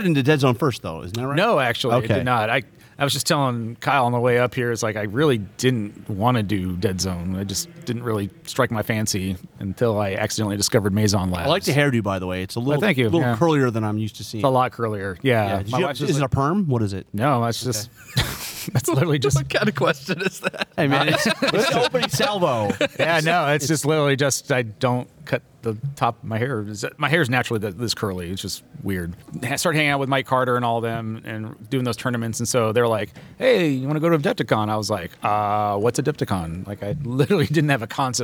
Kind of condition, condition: setting, busy venue